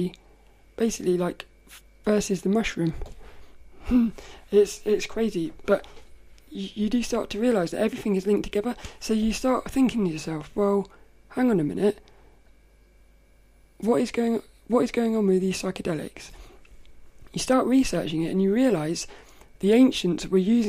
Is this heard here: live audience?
no